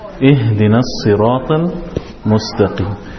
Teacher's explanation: Ihdina, the ha is coming from the bottom of the throat.